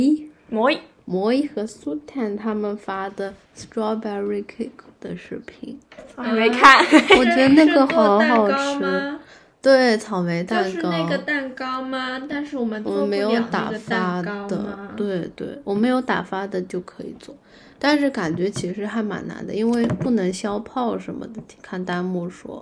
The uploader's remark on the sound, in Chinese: 今天录制的条件不是很好，风特别猖狂，声音也有点忽大忽小